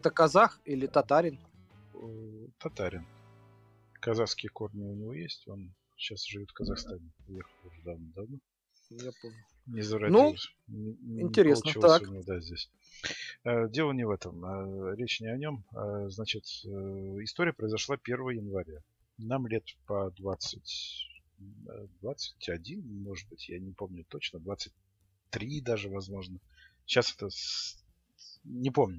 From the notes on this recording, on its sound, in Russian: Извиняемся за плохой звук